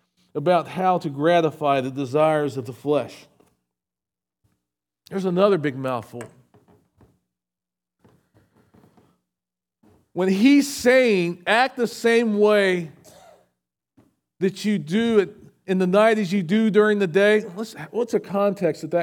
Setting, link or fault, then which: setting, large echoing room